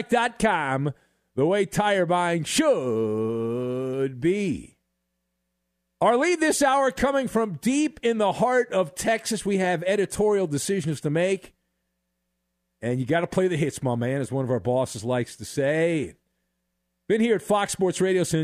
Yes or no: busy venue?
no